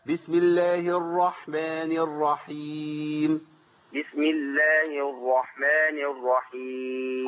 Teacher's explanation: بالك ما تقولش اعوذ بالله من الشيطان الرجيم ولا الرحمن الرحيم ما تخليش الراء واو